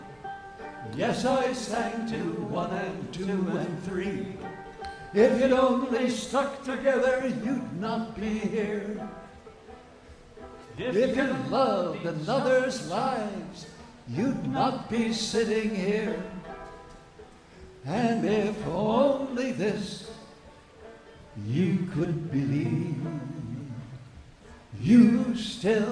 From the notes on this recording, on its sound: Newport Folk Festival 2009. In the midst of pouring rain, nothing could stop the Newport audience from singing even louder at the Sunday night singalong.